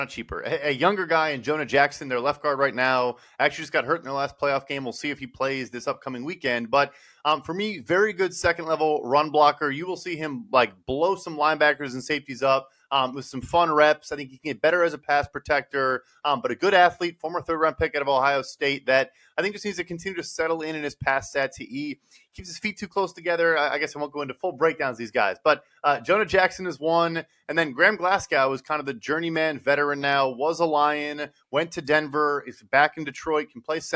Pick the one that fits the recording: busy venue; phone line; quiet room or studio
quiet room or studio